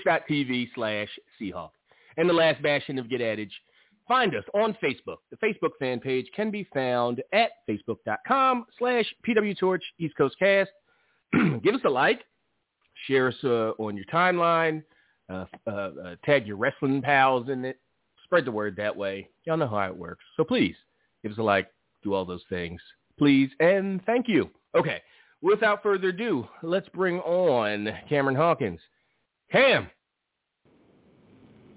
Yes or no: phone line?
yes